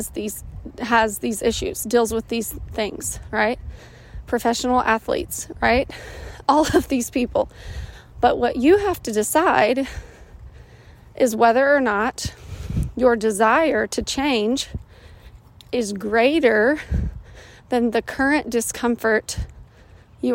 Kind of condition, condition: fault, sounds in the background